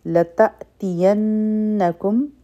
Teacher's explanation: لتأتینکم په همزه باندې به جټکه ورکو او نون مشدد دی غنه به کوو